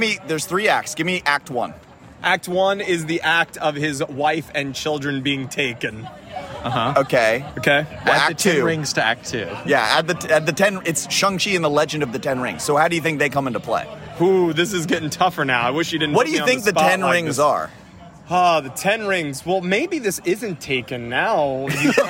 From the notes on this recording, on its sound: Birthday brewery crawl. At each stop we recorded a 5 minute segment with surprise guest.